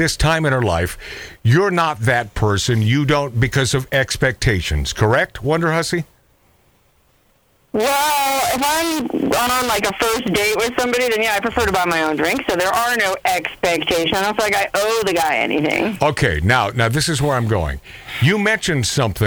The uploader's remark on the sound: The Phone call from Death Valley